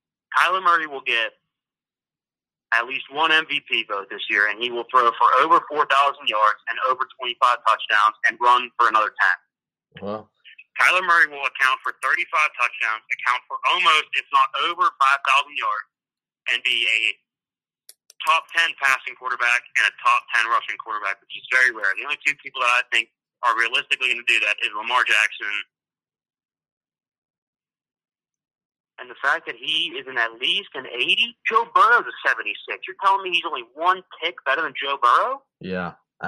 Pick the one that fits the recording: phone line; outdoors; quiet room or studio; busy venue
phone line